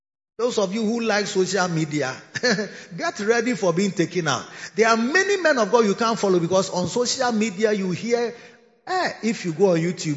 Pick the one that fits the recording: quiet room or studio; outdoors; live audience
live audience